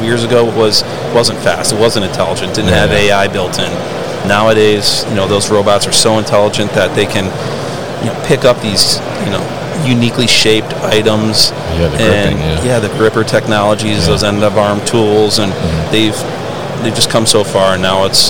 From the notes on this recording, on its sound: Autostore at MODEX 2022